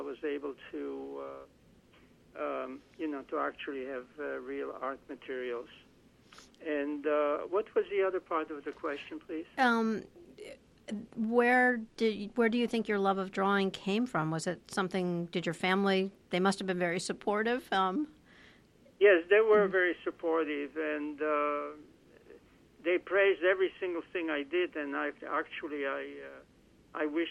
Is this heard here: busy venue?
no